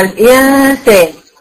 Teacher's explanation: يعني مثلا الانسان النون هنا تبقى بتقطع عند السين، فمخرجها هيبقى ما بين مخرج النون الاصلي ومخرج السين. يبقى نعرفها كده ان مخرجها بيبقى ما بين مخرج النون ومخرج حرف الاخفاء. · Term: النون المخفاة